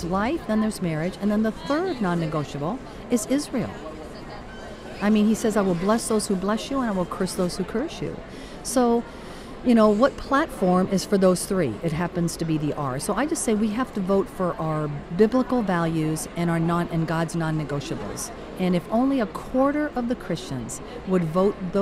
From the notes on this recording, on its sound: Great live interview at the Florida Parent Educators Association.